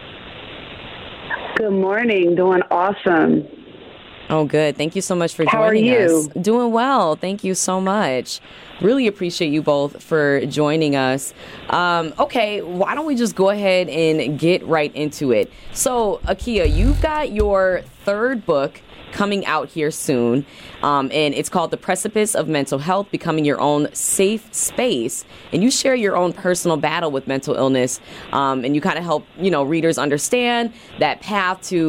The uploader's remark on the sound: call in to MKE in the Morning